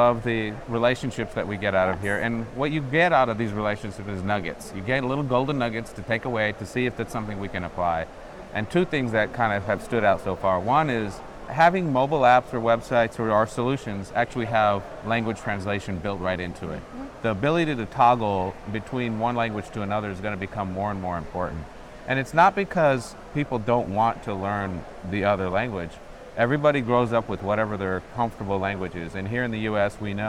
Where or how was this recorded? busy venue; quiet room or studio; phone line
busy venue